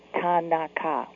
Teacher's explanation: the proper way to say it in Japanese is Tanaka, with no stress on any particular syllable